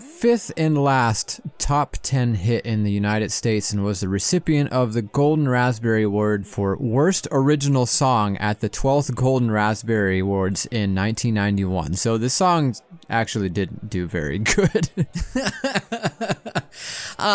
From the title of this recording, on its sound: 2022 Monster Bash! LIVE from Castle Dracula